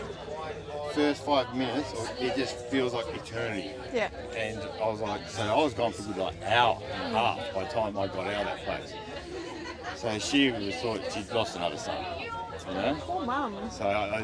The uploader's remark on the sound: This episode was recorded in a crowded space, so the recording quality isn't ideal.